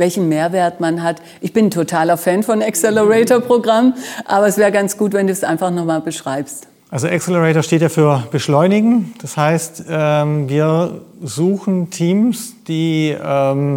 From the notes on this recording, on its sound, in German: Live vom Demo Day des 6.